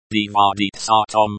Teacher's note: It is pronounced like, dvaditsatam, with the emphasis on the, tsa.